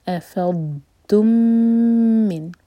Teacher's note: اَفَضْتُمْ مِن، میم غنہ پر ٹائم دیں گے، ادغام شفی ہے. اَفَضْتُمْ کا میم اور مِن کا میم مرج ہو رہے ہیں